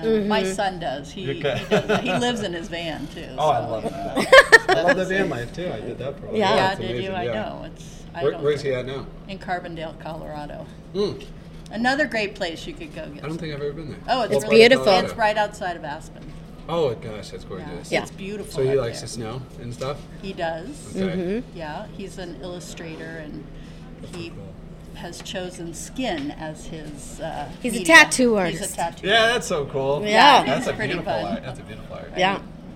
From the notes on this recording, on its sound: Live* from the Historic Greenbrier Inn in downtown Coeur d' Alene. Pre-recorded with a live studio audience, sound is a little off.